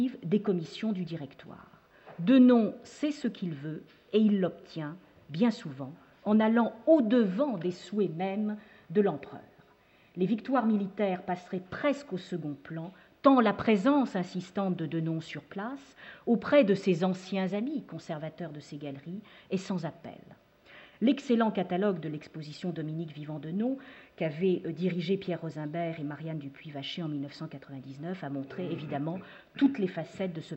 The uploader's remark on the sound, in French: enregistrée le 12 mai 2011 dans le cadre du colloque « De Napoléon à aujourd'hui